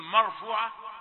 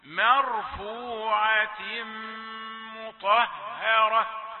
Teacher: ميم رقيقة، هي مرققة من حروف الترقيق ليست من حروف التفخيم · Shown in: second take